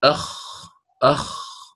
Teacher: يرتفع أقصى اللسان ومعه انحصار للصوت · Term: حرفا مستعليا